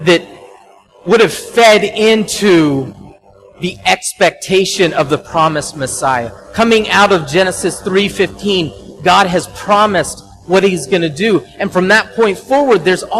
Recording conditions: large echoing room